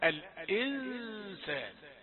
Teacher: هي نون ويظهر بعضها والذي يخفى معظمها، فهو من أجل أن لا تظهر النون يقول الإنسان الإنسان، فالذي تفعله هذا إلغاء للنون وليس إخفاء.